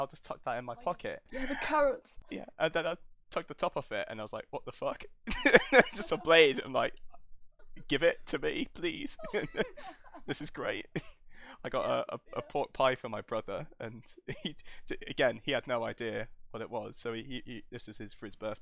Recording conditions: poor sound quality